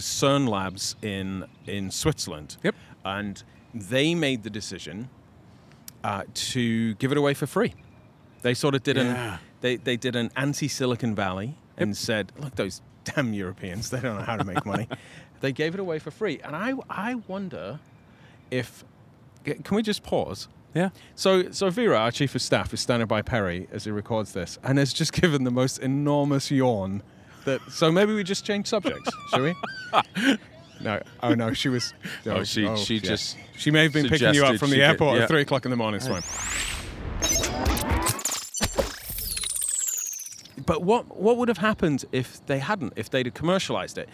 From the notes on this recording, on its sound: “Live” from San Antonio de Valero Mission of The Alamo.